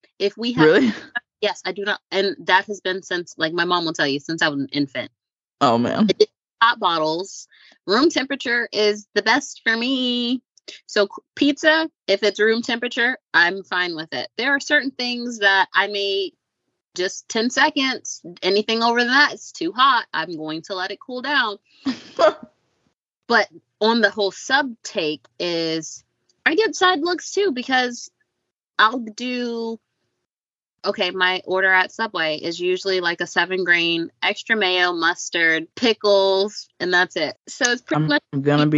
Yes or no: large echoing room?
no